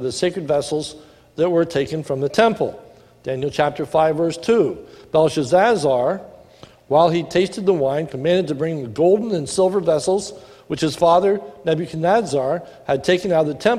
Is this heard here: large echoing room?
yes